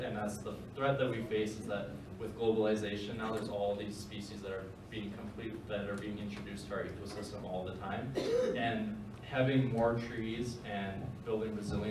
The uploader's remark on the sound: A keynote I gave on March 20, 2019